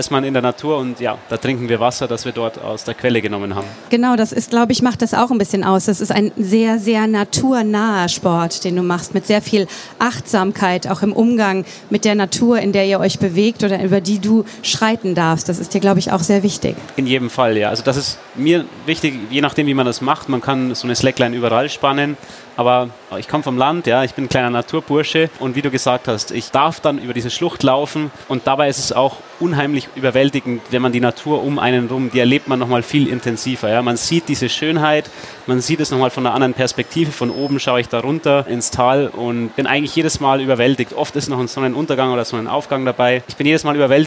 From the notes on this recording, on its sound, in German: Diesmal live von der Frankfurter Buchmesse.